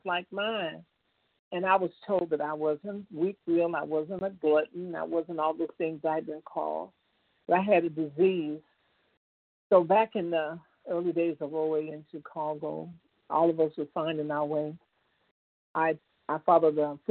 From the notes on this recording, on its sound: 100 Pounders Phone Meeting